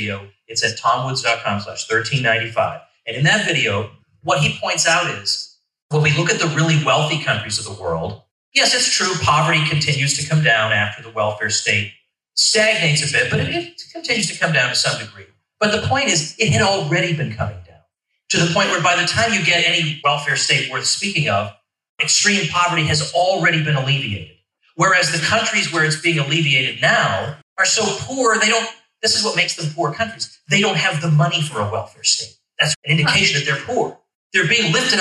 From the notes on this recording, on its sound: In this keynote address to the state convention of the Libertarian Party of Florida